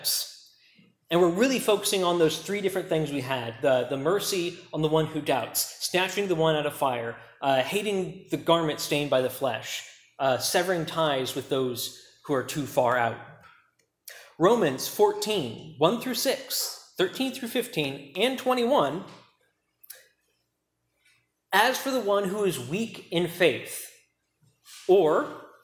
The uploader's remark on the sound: preached at Key Peninsula Baptist Church